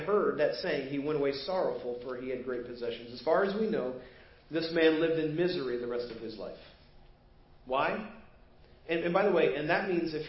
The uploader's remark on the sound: Preached at First Baptist Church of Hazel Park